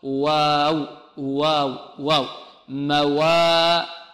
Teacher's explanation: والبعض الآخر يريد أن يرقق الواو فيقول موازينه لا، هذه إمالة، وهكذا اللغة العربية نقول واو واو واو موازينه بارك الله فيكم. إذن الواو لا نفخمها ولا نميل فتحتها